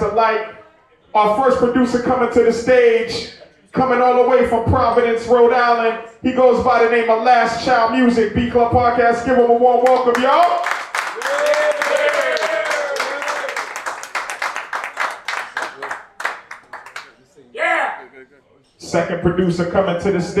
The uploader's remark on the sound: The Beat Club Podcast LIVE stopped by Phoenix Landing in Cambridge, MA to put on our monthly live show for producers. New faces & new beats were in the building during our open producer showcase.